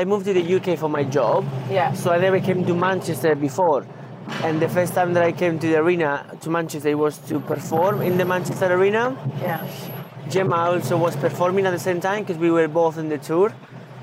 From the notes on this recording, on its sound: A beautifully restored 1964 VW Samba Bus for the drive around the Manchester Arena, Hits Radio, Bury Golf Club and Bury Cemetery. Given its vintage, the Samba is a little noisy at times; but what she lacks in sound proofing, she makes up for in style!